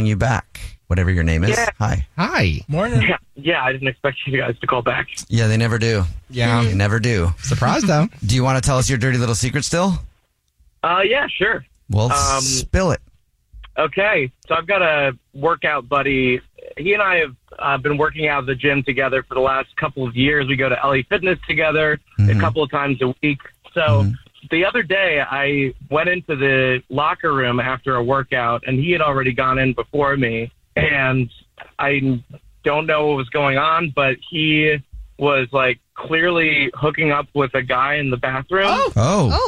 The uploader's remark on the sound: We have a listener on the phone